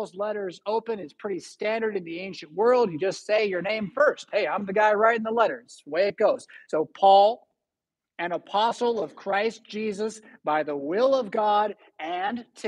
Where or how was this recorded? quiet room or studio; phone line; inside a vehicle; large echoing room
large echoing room